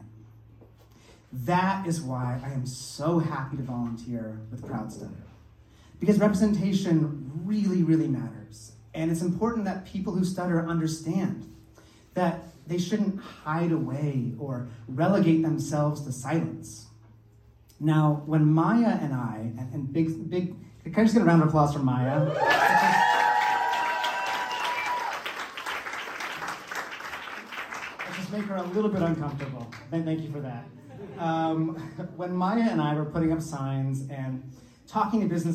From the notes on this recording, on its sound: recaps Proud Stutter’s annual gala with some clips from the evening